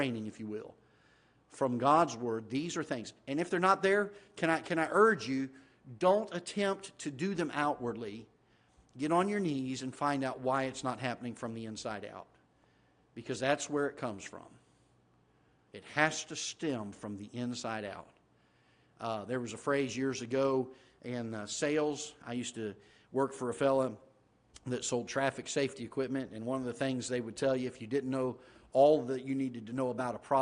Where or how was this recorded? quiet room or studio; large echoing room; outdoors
large echoing room